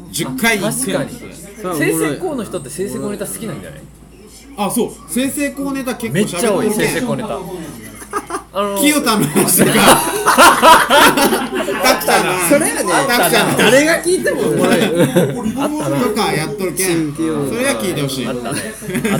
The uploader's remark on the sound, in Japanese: 熊本で飲みながら録りました。